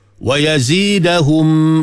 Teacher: dengung mim mati bertemu dengan mim